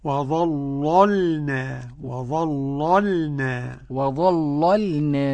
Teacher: الثانية ساكنة لا يغلظها، وظللنا، وأنا أغلظ اللام الأولى ورقق الثانية · Term: بتغليظ اللام